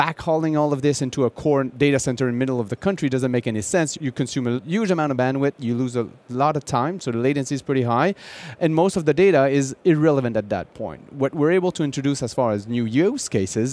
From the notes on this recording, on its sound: joins Intel Chip Chat Network Insights from the Mobile World Congress in Barcelona